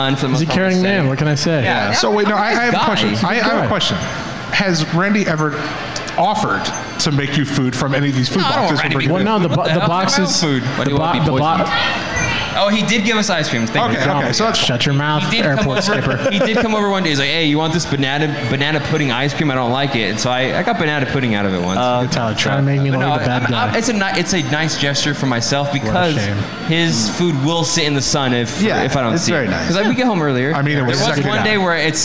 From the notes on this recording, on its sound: Live from Morongo!